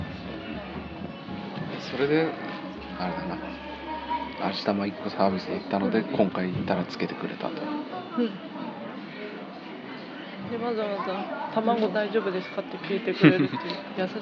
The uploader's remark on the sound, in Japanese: 温泉施設のレストランでの録音です。